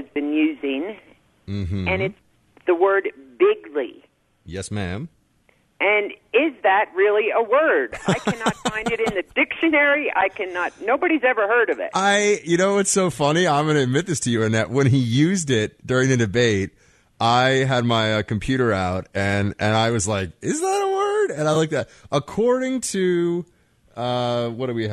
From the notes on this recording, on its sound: your phone calls